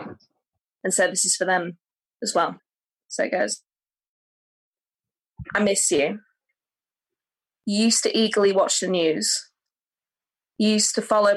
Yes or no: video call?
yes